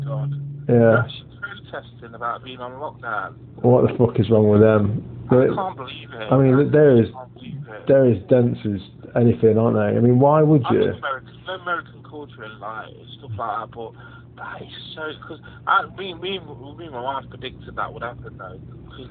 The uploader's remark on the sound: Corona Call. The only way back through this lockdown is via the good old telephone calls it appears.